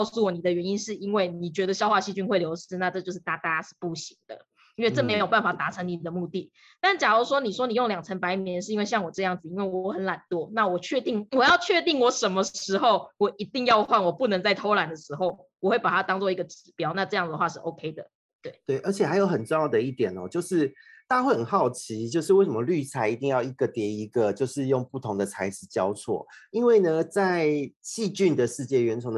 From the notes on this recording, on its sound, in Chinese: 只是音質的部分因為我們合體錄音都用Zoom。所以多少有點卡卡。